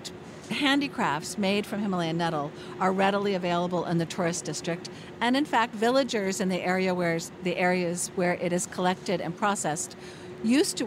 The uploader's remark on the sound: on location at Premiere Vision 2016 in New York